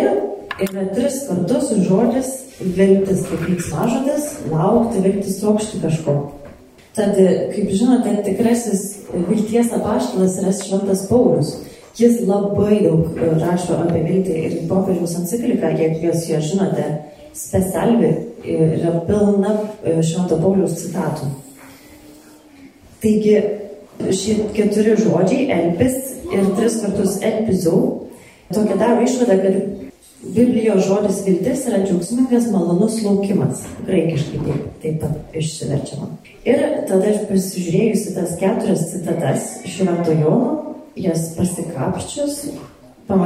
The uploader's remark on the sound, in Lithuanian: Įrašas iš šeimų festivalio.